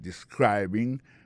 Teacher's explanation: Accent tombe sou deuxième syllabe la. Sa veut dire mot sa gen trois syllabes describing. · Term: accent tonique